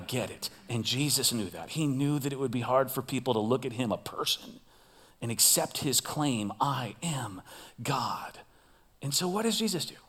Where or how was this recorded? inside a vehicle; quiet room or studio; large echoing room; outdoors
large echoing room